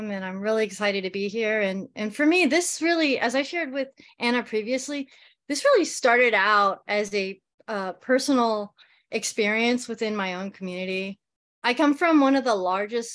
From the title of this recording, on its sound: Educator Webinar